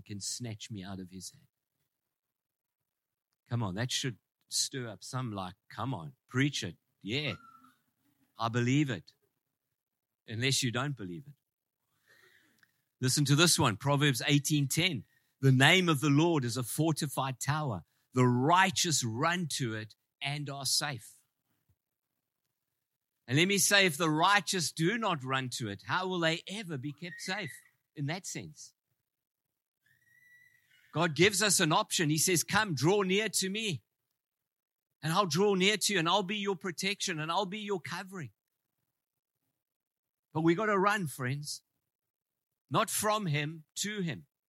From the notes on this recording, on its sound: Preached in Ngāruawāhia on 17/09/23